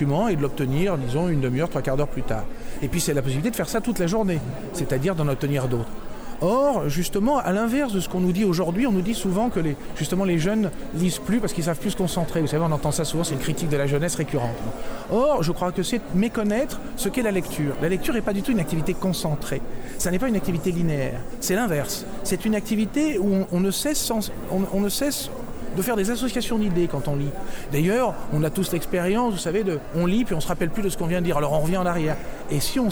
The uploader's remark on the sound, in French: Reportage lors de la conférence de Presse du 15 juin. Le personnels de la Bibliothèque Nationale de France est en grève.